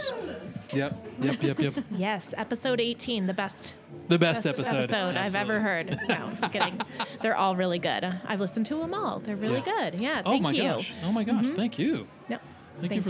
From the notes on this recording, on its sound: We’re releasing a double live podcast.